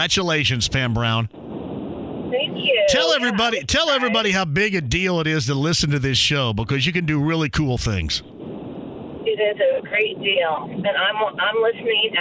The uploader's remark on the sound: opening the phone lines back up to more listeners